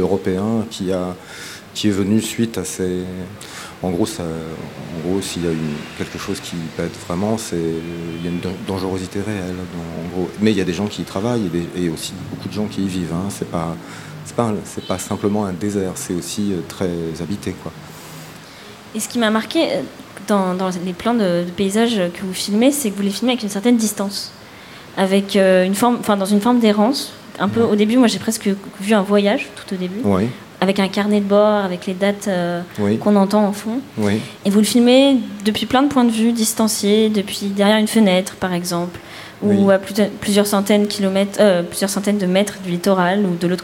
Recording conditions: live audience